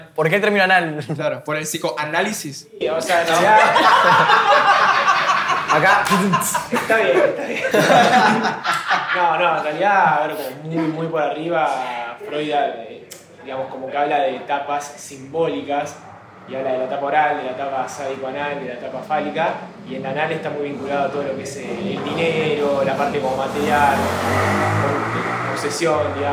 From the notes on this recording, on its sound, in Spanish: ¡Volvemos a Shift Café! Junto a público invitado.